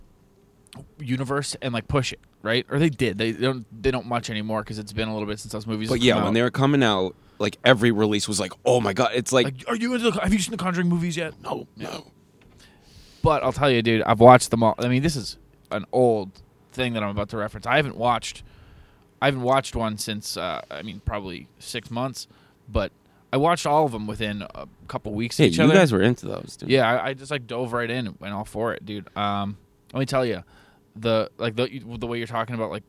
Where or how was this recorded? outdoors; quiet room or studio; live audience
outdoors